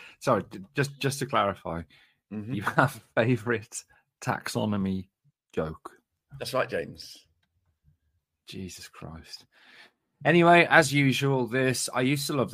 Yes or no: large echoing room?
no